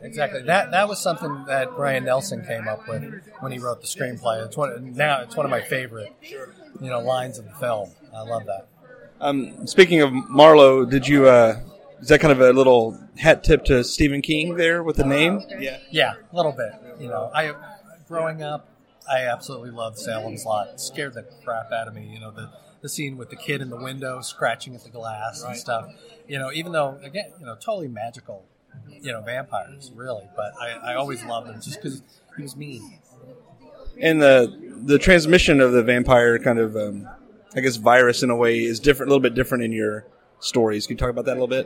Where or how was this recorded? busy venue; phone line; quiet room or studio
busy venue